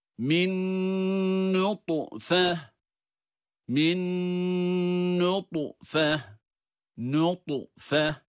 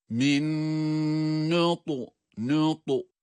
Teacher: Buradaki da'da galgale sesini duyuyorsunuz aziz dinleyenler.